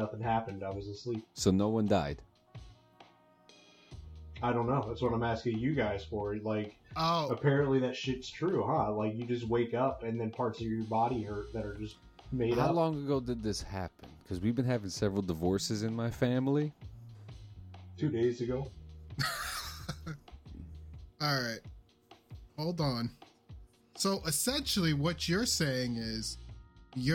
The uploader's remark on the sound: We're working on resolving audio issues with our hardware, hoping to resolve them in the new year.